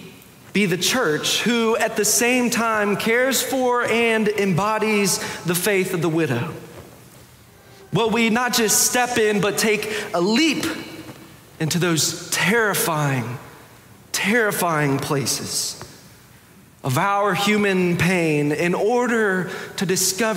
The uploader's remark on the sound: Preached October 16, 2022 in the Sanctuary Worship Service.